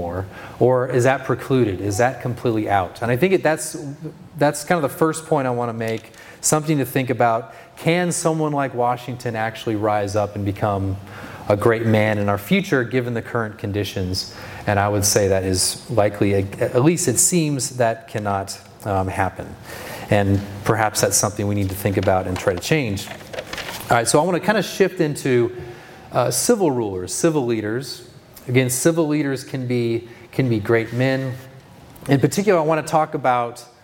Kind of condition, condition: setting, live audience